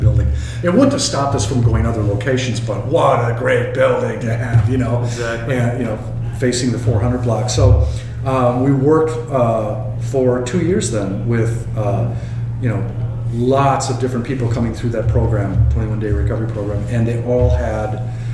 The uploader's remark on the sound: Live at Daly's